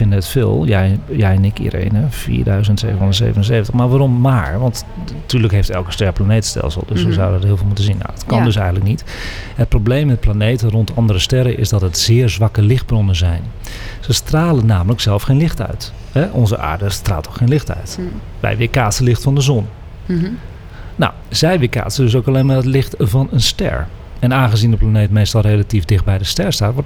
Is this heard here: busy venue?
yes